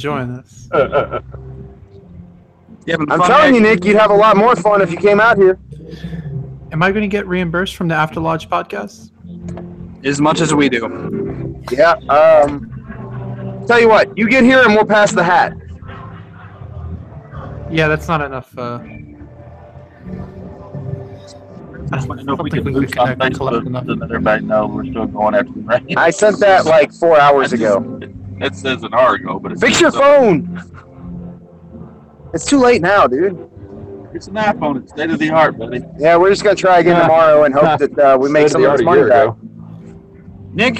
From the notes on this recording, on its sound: Live from the Fair. This show was recorded live from a city fair. On cell phones, so, be nice. We manage to run a fair and record a podcast at the same time.